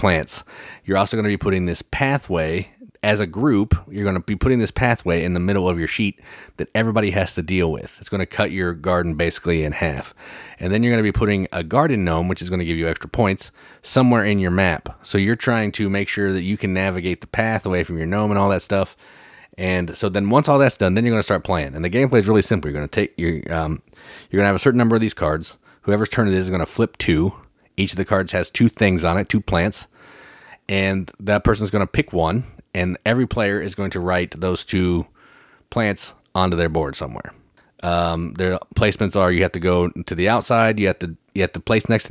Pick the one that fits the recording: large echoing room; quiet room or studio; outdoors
quiet room or studio